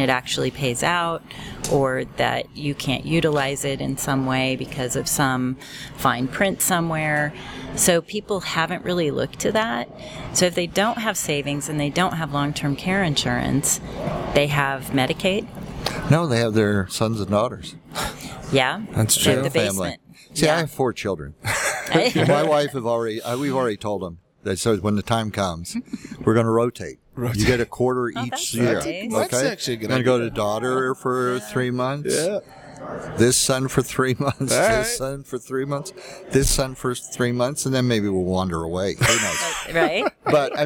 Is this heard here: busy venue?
yes